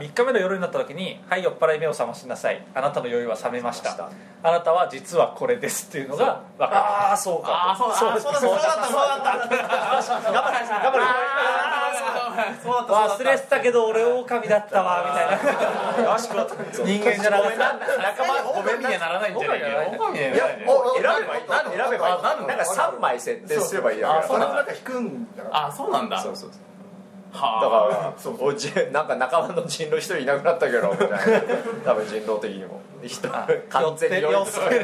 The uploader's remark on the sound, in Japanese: 第34回は初の公開収録！トークイベント「ボっぱいサミット2011」にて行われた収録のため、MC4名、お客様多数という大変騒々しい……もといライブ感あふれる内容でお送りします！